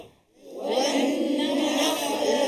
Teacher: Permulaan rongga kerongkong. Huruf kha dan juga huruf ghain.